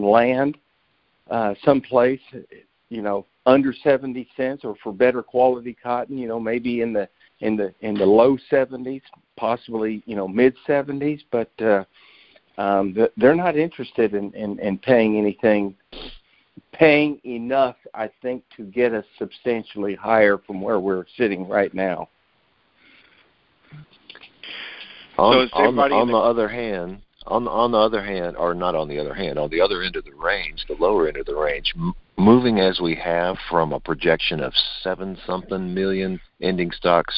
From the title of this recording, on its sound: Monthly Conference Call